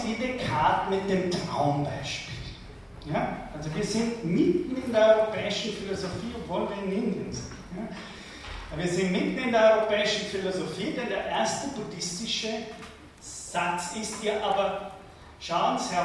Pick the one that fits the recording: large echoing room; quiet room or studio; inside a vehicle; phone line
large echoing room